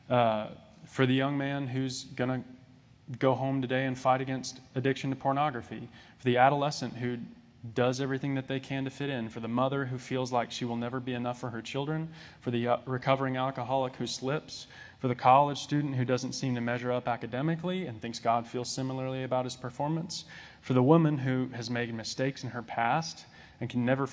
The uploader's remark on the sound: This sermon was recorded on July 3, 2022.